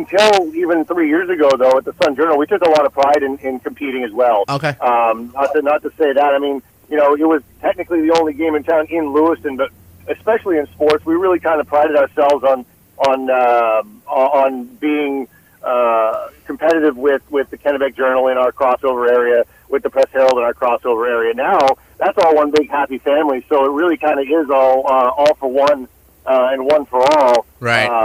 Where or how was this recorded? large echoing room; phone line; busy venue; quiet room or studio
phone line